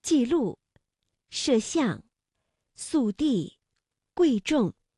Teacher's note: 在去声音节之前则由全降变成半降，调值由51变成53